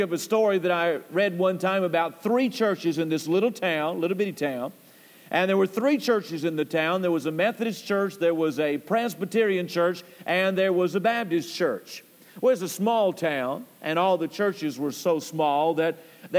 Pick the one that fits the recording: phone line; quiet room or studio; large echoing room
large echoing room